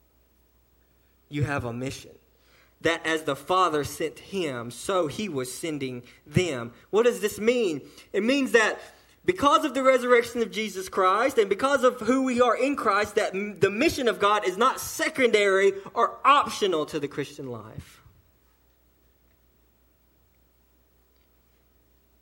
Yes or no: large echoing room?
yes